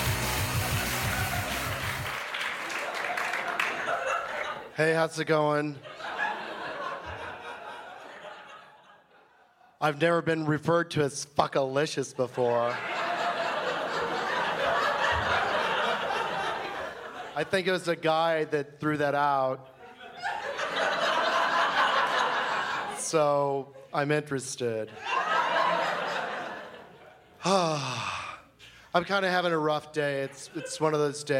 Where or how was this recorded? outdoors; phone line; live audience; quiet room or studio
live audience